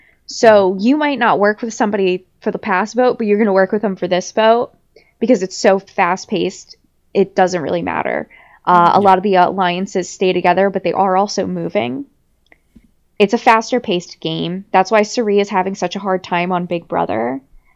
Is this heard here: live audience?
no